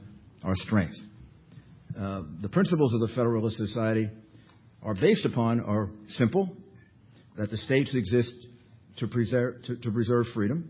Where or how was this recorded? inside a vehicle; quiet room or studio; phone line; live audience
live audience